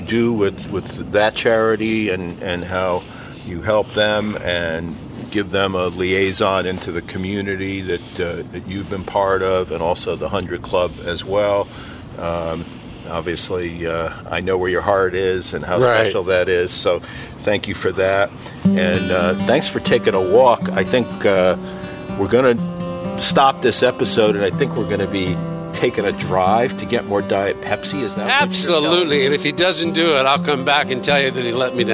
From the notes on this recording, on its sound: Takin A Walk in Milton Massachusetts